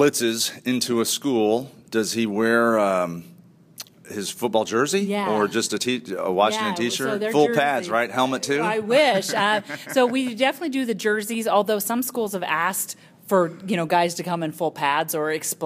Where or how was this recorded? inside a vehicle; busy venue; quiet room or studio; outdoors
busy venue